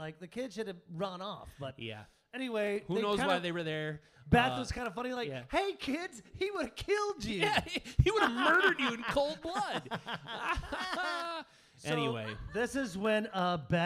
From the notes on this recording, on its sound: This time we recorded in front of a live audience! At the Very Famous X-Ray Arcade in Cudahy, Wisconsin. We played the movie for our audience, and afterwards sat down and recorded this episode.